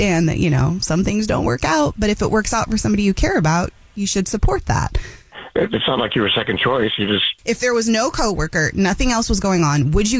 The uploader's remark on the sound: We get that other person on the phone. One of our listeners is on the phone.